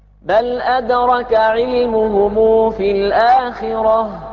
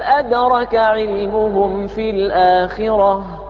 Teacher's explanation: بهمزة وصل وتشديد الدال · Shown in: second take